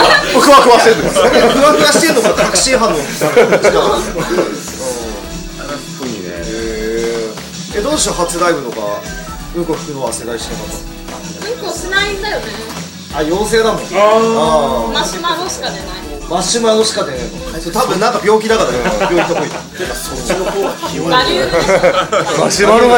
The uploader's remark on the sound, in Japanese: 今回は３月１４日に行われた弾き語りライブ「NOIS」の出演者と居合わせた方で、打ち上げで収録しました。要は座談会！！